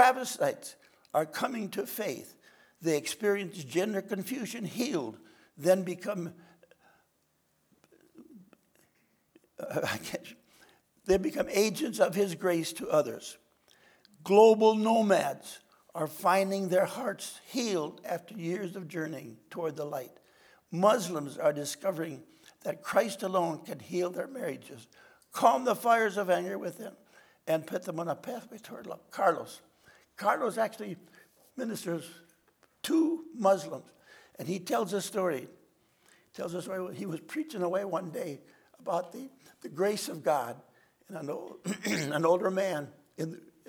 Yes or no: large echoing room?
yes